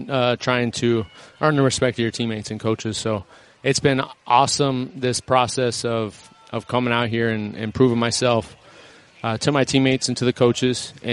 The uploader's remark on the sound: Live from Rams training camp.